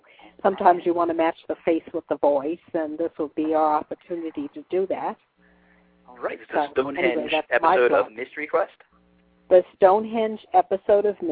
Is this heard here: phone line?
yes